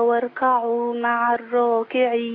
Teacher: راء مفخمة ما قولش واركعوا عشان الكاف مرققة